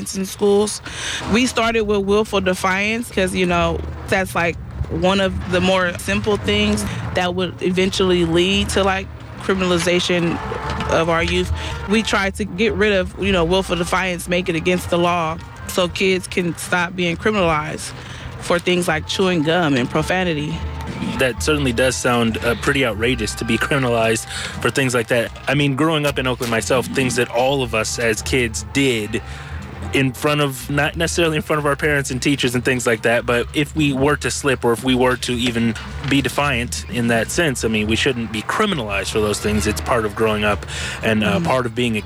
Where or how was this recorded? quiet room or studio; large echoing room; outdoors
outdoors